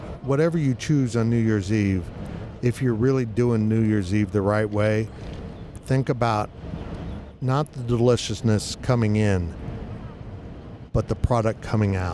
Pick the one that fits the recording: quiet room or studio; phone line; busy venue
busy venue